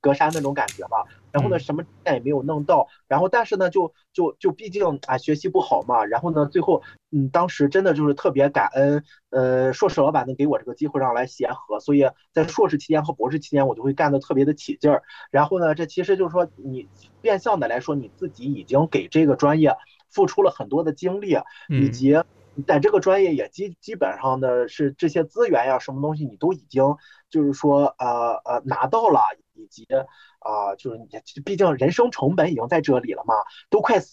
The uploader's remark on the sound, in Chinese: 由于是线上录制